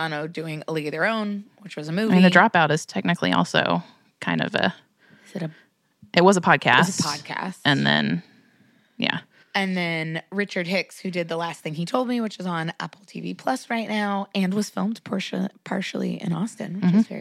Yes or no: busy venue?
no